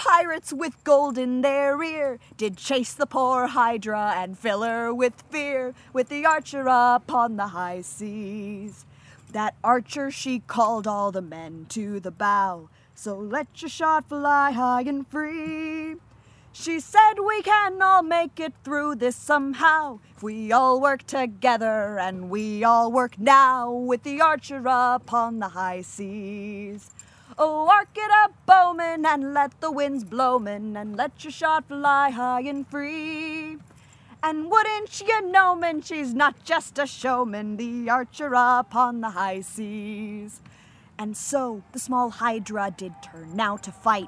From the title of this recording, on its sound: Live From Pennsic II